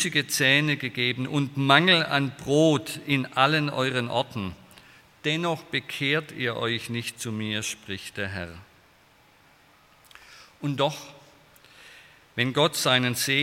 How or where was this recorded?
large echoing room